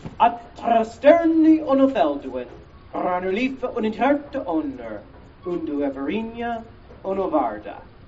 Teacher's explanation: the only way that I can roll my R's is by wiggling my uvula